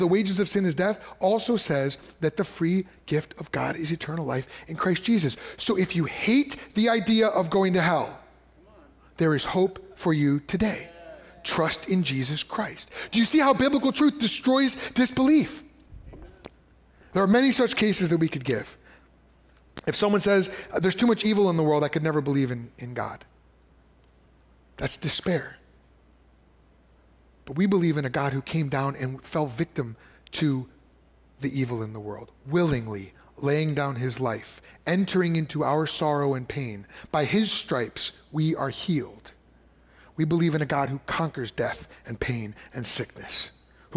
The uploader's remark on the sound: preached at Fox Valley Christian Church in December of 2023